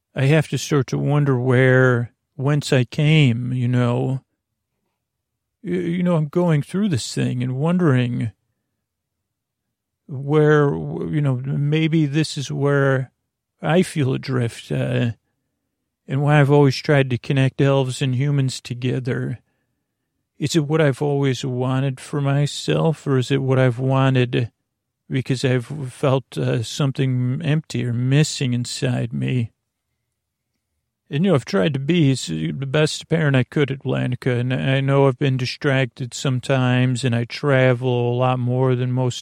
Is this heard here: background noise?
no